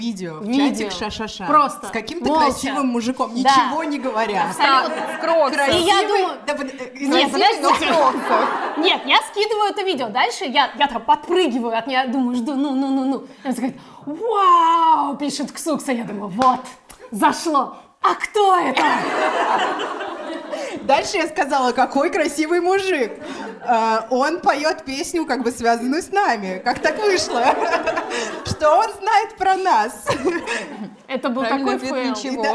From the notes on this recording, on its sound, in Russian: Этот эпизод — новогодняя елка «Бережно к себе» и первая камерная открытая запись вместе с 30 слушательницами нашего подкаста. Настоящий звонкий смех.